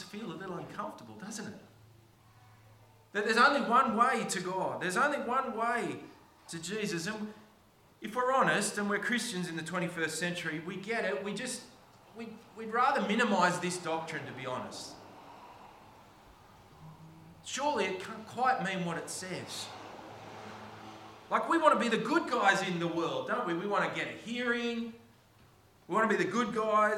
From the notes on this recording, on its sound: Preached on the 22nd of October 2023 at all services of Helensburgh and Stanwell Park Anglican Church.